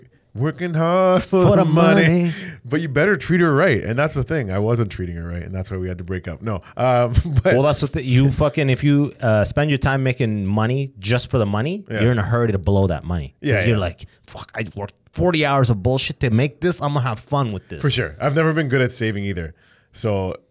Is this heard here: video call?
no